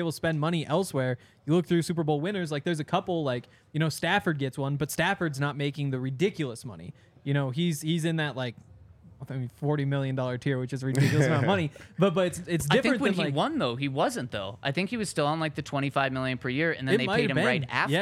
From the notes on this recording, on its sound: coming to you LIVE from the DNVR Bar